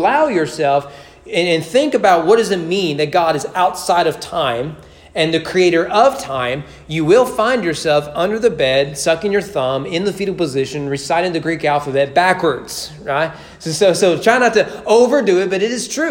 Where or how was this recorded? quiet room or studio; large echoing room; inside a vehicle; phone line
large echoing room